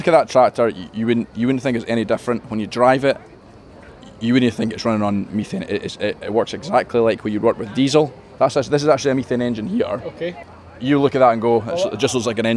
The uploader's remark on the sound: Royal Highland Show 2023. From the cattle ring to the Highland Hall, the machinery lines and everywhere inbetween. At Ingliston.